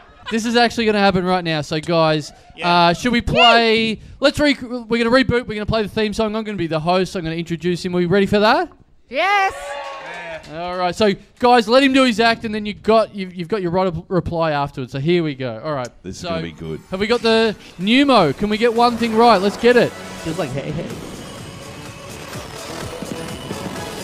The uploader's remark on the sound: Recorded LIVE at the European Bier Cafe on September 5, 2015.